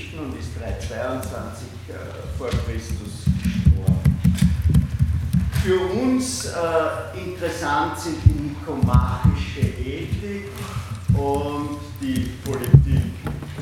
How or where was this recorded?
large echoing room